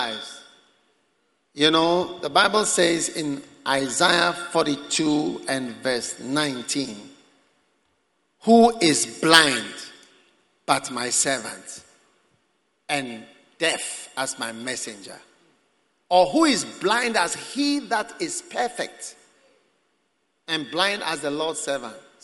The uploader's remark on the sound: Preached at the Prophetic Encounter Service.